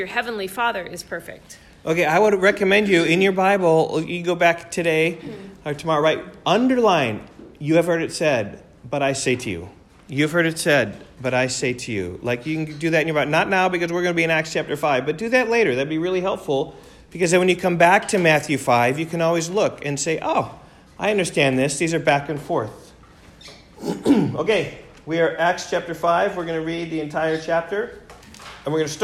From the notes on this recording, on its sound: Recorded in class.